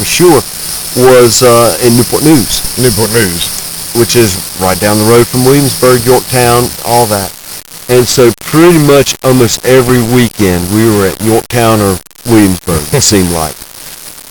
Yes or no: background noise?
yes